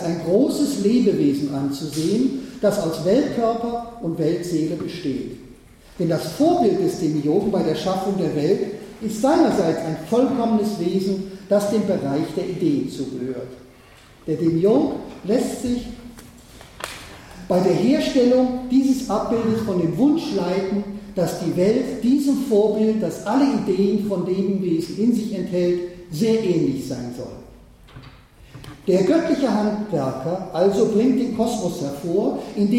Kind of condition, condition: setting, large echoing room